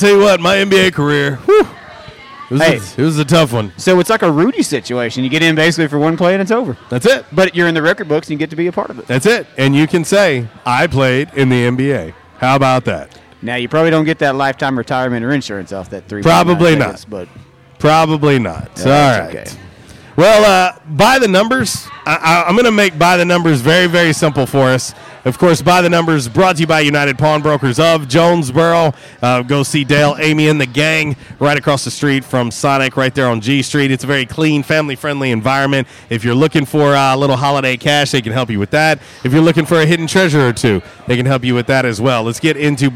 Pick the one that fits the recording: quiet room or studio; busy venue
busy venue